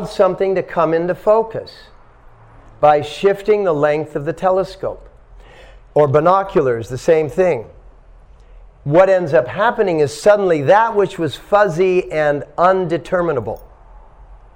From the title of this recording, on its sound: At The Dharma Temple – Vancouver